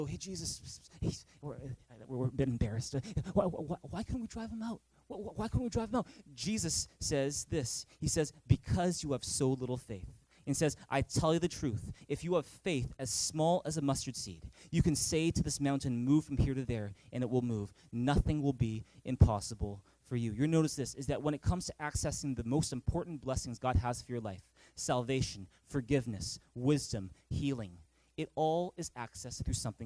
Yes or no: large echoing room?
yes